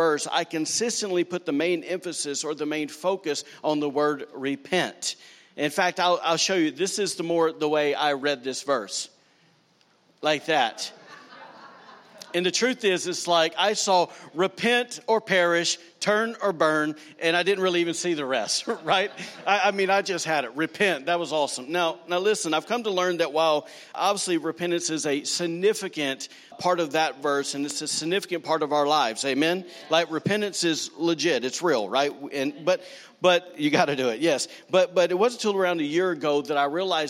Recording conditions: live audience